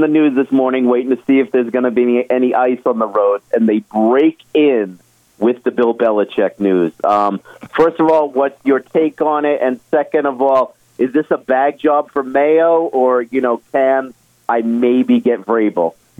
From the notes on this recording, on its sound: a couple of his dedicated, professional quality sports talk callers